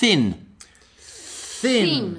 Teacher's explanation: Ok, ora e poi c'è quello senza la nota, sempre con la lingua appoggiata su denti superiore, e fai soltanto l'aria